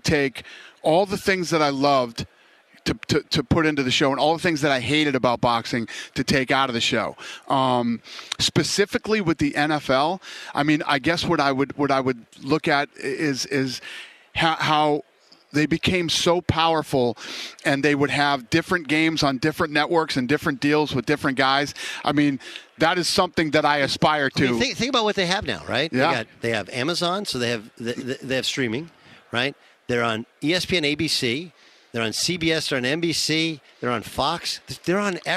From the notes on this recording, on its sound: live from Radio Row in Phoenix ahead of the Super Bowl!